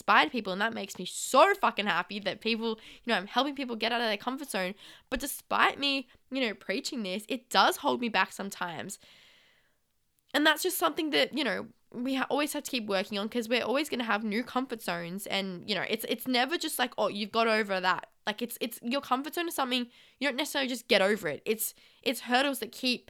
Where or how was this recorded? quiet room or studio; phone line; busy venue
quiet room or studio